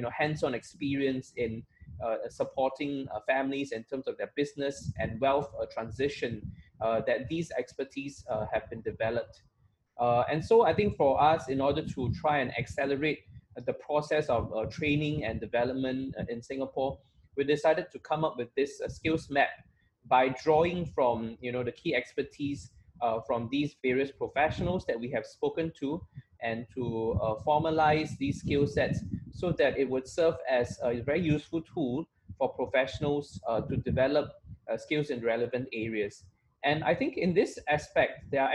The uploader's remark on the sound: Webinar audio recording dated 26 Aug 2020.